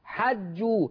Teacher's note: قرأ ورش عن الإمام نافع حج بفتح الحاء